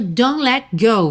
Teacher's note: não tem nem a intenção de fazer o T aí